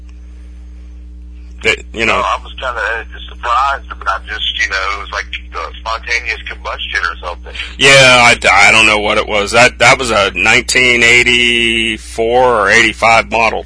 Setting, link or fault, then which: link, phone line